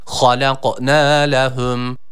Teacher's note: H harfimiz burada kalın okunması gerekiyor. Boğazımızı hırıldatarak bu harfi çıkarmaya gayret edelim.